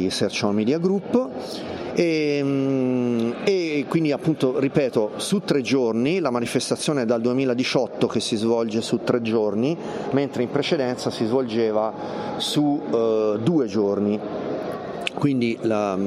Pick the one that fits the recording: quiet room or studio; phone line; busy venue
busy venue